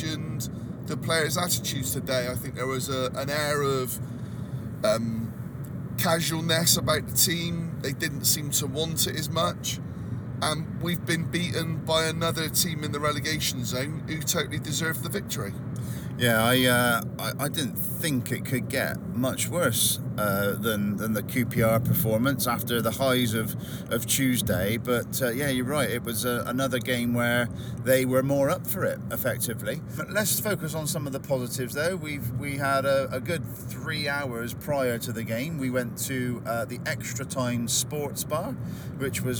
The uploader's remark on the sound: We recorded this pod on the way home from Sheffield to kill a bit a time...